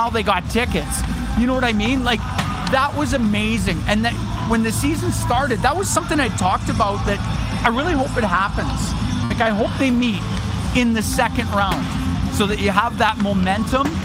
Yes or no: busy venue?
yes